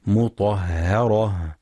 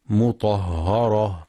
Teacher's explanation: وينتبه لترقيق الهاء مطهرة، فلا يقرأ مطهرة بالتفخيم · Shown in: first take